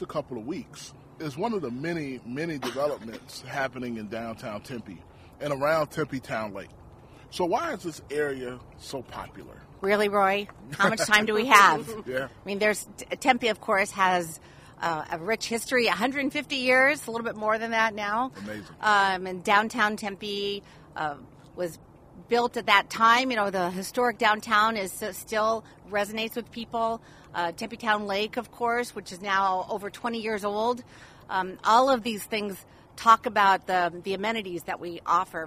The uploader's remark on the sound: We're on location at Tempe Town Lake!